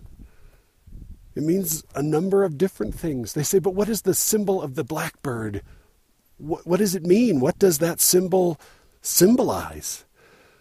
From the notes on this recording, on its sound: Recorded while I was unwilling to hike any further up the snowcovered and avalanche-prone Mount Timpanogos.